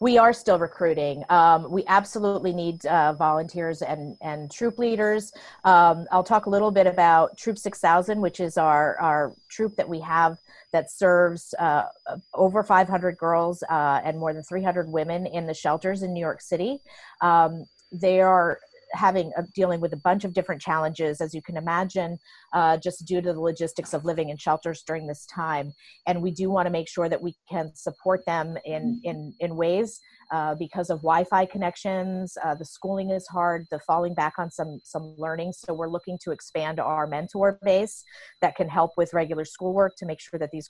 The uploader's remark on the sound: talked with her via Zoom